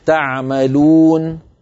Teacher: لو وصلتها مثلا أقول تعملون يا أيها، تعملون يا، حركتين وأمشي، فلما أقف تعملون كأن السكون الذي في النون لا قيمة له، لم يؤثر في الواو التي قبله فيطولها عن حدها الطبيعي. هذا وجه قصر العارض للسكون.